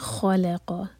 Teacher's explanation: خا اور قاف ہیوی، بیچ میں لام لائٹ